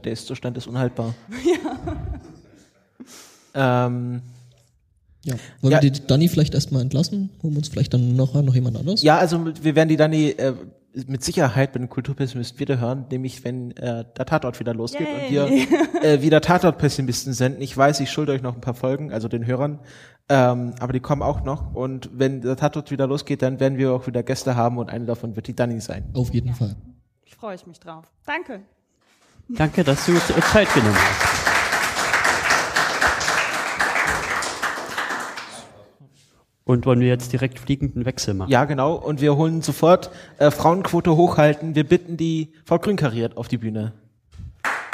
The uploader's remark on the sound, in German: Wir haben eine Folge auf dem Podstock 2015 aufgezeichnet. Vor Publikum und mit einigen Gäst*innen.